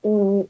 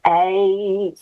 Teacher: And that creates different harmonics, different qualities, different E, A. And notice E sounds higher in pitch, A, same pitch, but A sounds lower because of the pathway, the ricocheting patterns off the inside of the mouth create different wave patterns.